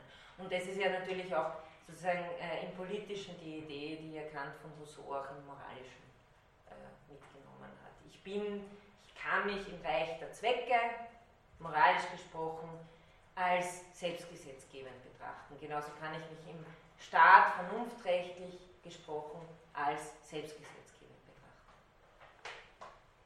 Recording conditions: large echoing room